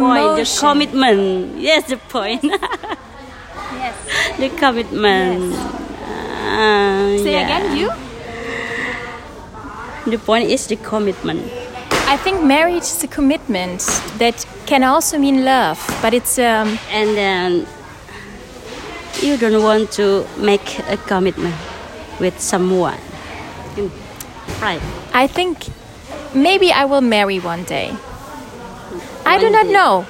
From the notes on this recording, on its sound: Live from a market in Lombok, Indonesia. Since I was traveling alone, I decided to stroll through the local market in hopes of grabbing a chilled coconut.